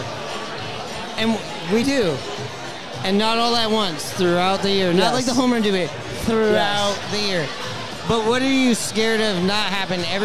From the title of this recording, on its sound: Recorded from Pioneer Tacos & Tequila!